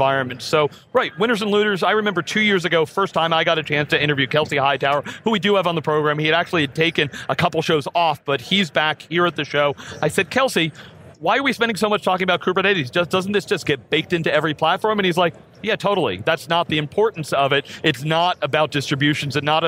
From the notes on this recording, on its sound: live from KubeCon + CloudNativeCon NA 2019 from the San Diego Convention Center in San Diego, CA